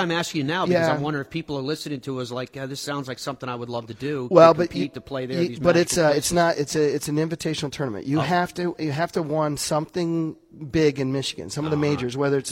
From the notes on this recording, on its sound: Live at Boyne. As we broadcast live from Boyne Resorts in Michigan.